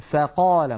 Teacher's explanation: وهي حرف رخو يعني صوتها قابل للتطويل لأنها من الحروف الرخوة والفاء ليست من الحروف المستعلية بل هي مستفلة فلا تفخم أبدا · Term: ترقيق صوت الفاء